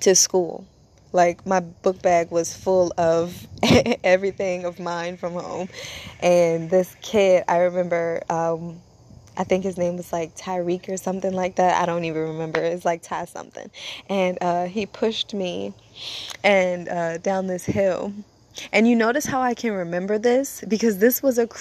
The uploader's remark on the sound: As I am sitting outside, enjoying Natures company